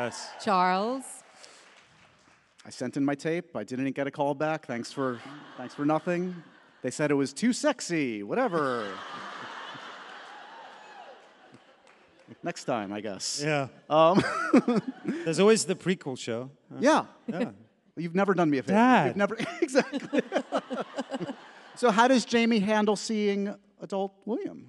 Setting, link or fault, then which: setting, live audience